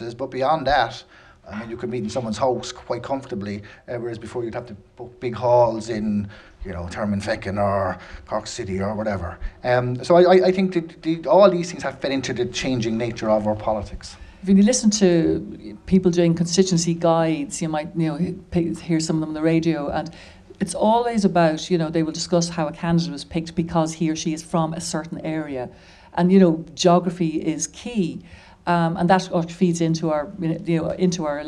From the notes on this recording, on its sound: For our first live episode, recorded at Crow Street in Dublin's Temple Bar